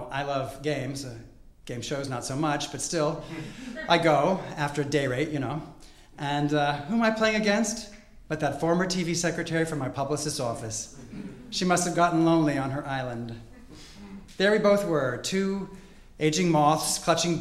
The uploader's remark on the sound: Recorded at the Comedy Central Stage at the Hudson Theatre in Los Angeles.